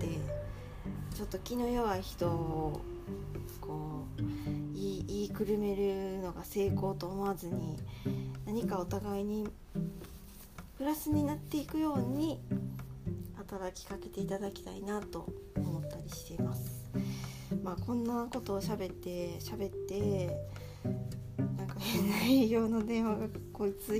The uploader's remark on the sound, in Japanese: 洗濯物を片付けながらの録音でした